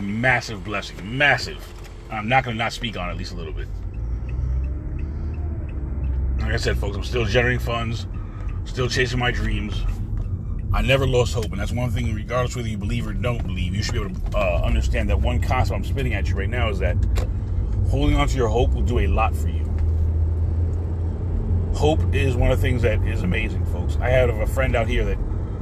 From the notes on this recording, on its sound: In this CarCast